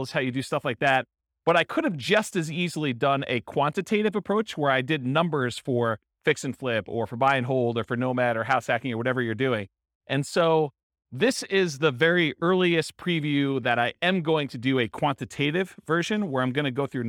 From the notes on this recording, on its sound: This was a live class recorded